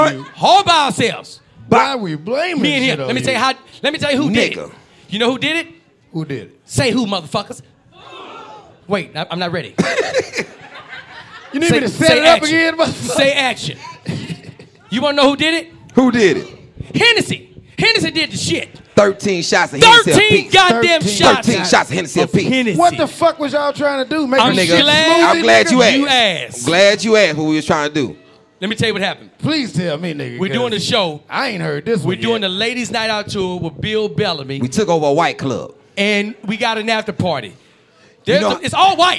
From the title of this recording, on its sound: LIVE in Houston!